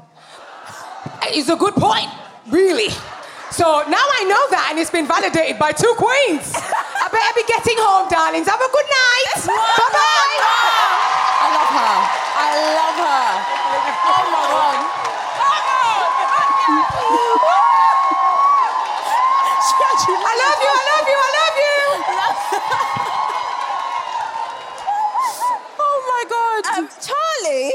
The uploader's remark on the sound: We’re back for act 2 at the sold-out Clapham Grand with audience confessions.